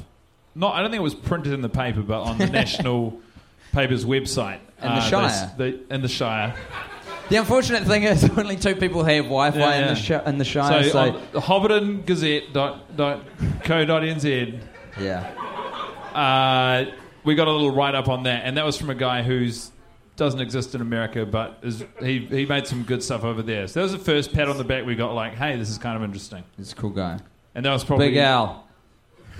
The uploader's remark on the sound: Question and Answer session at Cinefamily, LA. A packed out audience of about 150 fans had their opportunity to ask what needed to be asked. Here are the questions which were off-mic from the crowd.